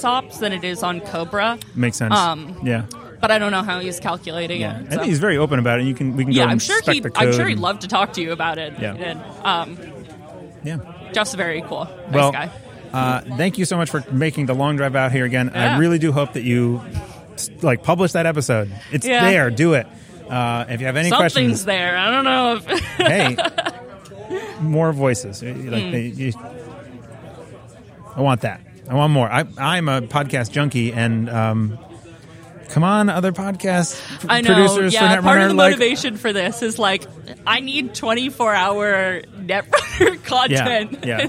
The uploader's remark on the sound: Interviews from Startup Tournament #2. Brought the mics to their second Startup Tournament they organized in Derry, New Hampshire at Midgard Hobbies and Games.